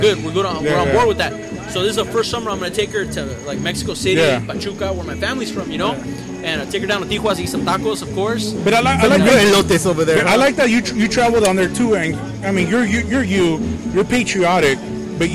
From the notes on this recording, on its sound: The ArmBar Podcast spent Memorial Day paying tribute to the memory of those who've paid the ultimate sacrifice and in support of veteran entrepreneurs at "Bastards 6th Annual Memorial Day Street Festival".